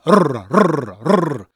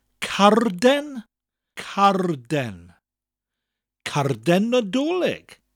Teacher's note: It's spelt like card, C A R D, with an E N at the end of it. And when you get to the R in card, you roll it, give it that slight R sound, like you're um, like you're doing a motorbike sound.